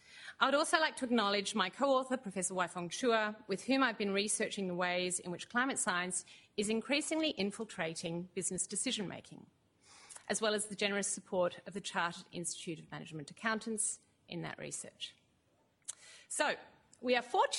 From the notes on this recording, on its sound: This event, part one of the Business Making of Climate Change series, brings together investors, lawyers and academics as they consider these questions. This event was held at the University of Sydney on Wednesday 22 May, 2019.